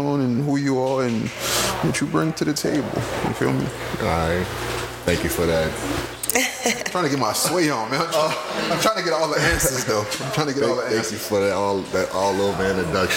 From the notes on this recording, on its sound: We also kicked off the First Sunday Funday of the Year at Taste Lounge, so please bare with the increased background noise.